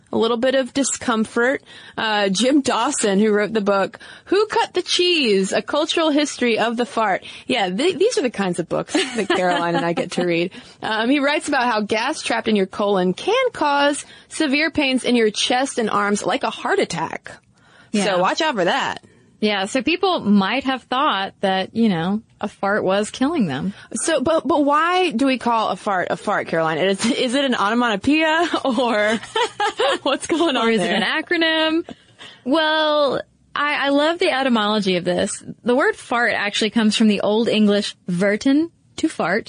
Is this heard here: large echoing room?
no